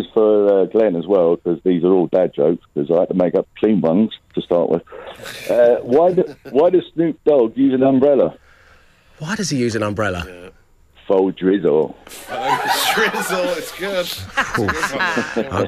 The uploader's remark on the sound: Back on the phone.